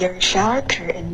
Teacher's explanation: 这个 curtain 的喉音停顿完美